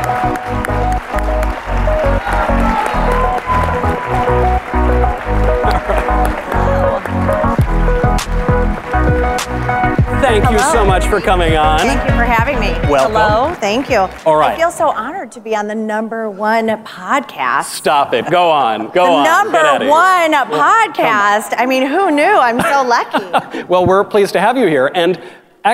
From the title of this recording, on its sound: Live at CPAC